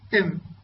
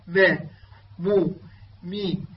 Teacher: إذن الميم تخرج بانطباق الشفتين، تقول إم ما مو، يعني طبعا فرق بين الساكن والمتحرك. الساكن يكون بانطباق الشفتين إم، أما المتحرك يكون بالتباعد ما مو مي. فيشترك في حرف الميم جزئين: جزء الشفوي الذي هو الشفتين بالانطباق إم، والجزء الخيشوم.